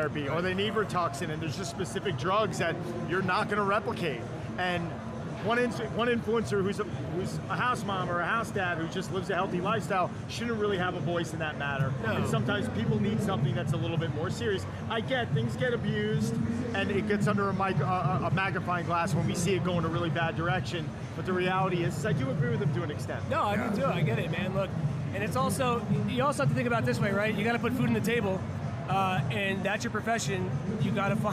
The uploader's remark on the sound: Reps Live From Olympia